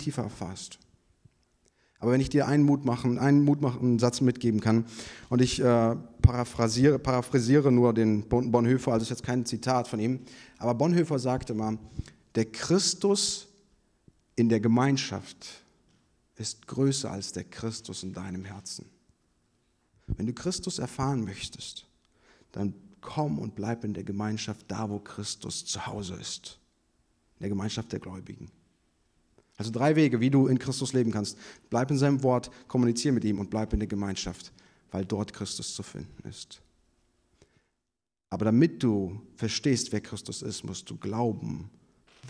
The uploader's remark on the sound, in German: Predigt vom Gottesdienst